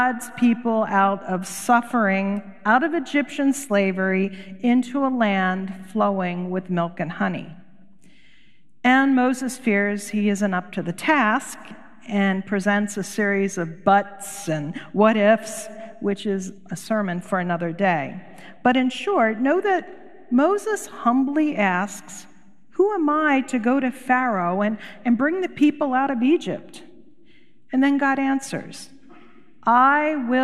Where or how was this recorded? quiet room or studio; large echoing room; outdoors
large echoing room